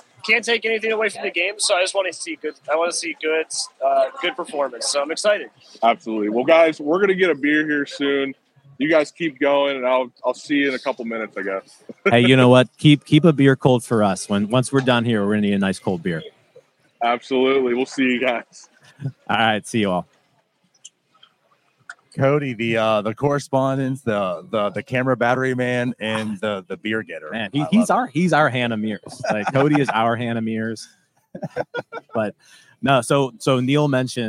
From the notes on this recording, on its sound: Pirates Spring Opener LIVE At LECOM Park. We are live inside LECOM Park for today’s Spring Home Opener vs.